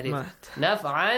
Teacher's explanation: because you make a pause here تنوين فتحة changes to ألف